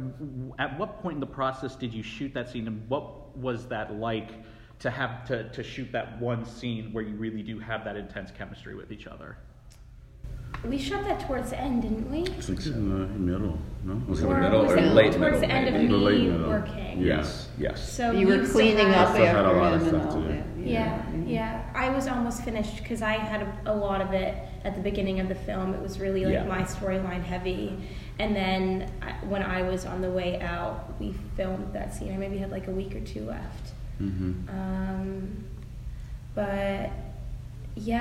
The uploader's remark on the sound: at the 2019 Middleburg Film Festival